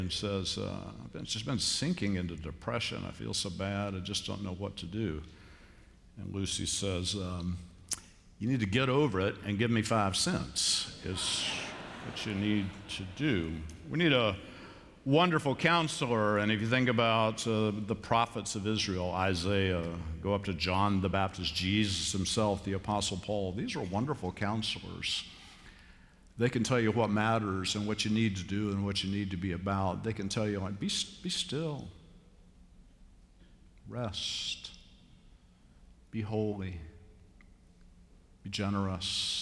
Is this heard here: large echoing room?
yes